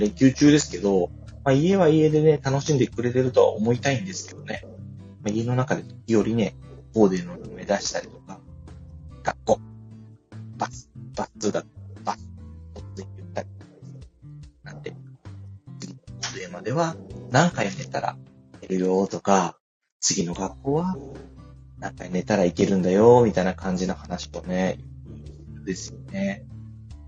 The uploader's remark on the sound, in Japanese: 思いつきではありますが初LIVEやってみました。聞き返すと音質超悪い… マイク検討します！Stand.fm。